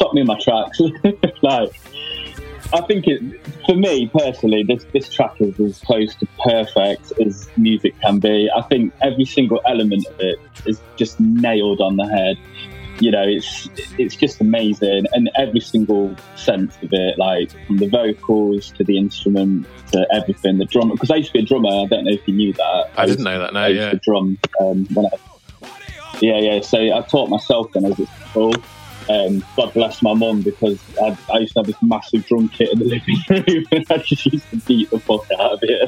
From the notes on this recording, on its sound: joins us on the zoom for a chat